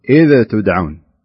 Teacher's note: أظهرت الذال، لكن مع إظهار الذال وقعنا في خطأ آخر، وهو أنك قلقلت في الذال، يعني بلغت في إظهار الذال فقلت إذ تدعون.